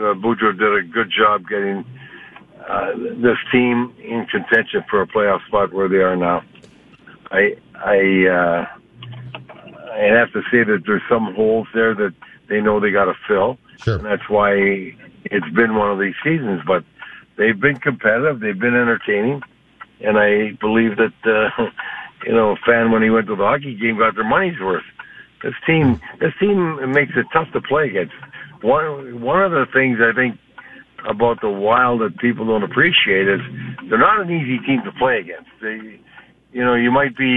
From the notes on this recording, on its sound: listeners also call in with their thoughts